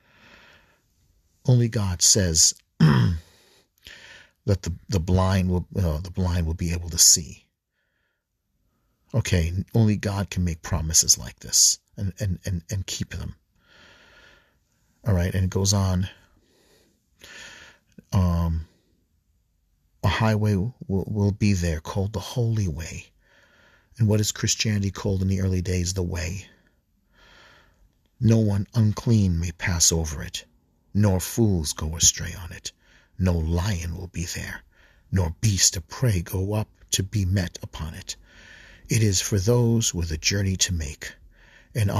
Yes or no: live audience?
no